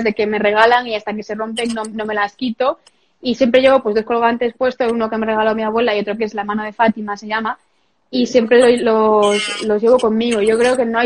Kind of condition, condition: link, video call